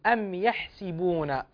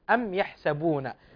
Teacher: فإن نافعا براويه قالون وورش يقرؤون بكسر السين · Shown in: first take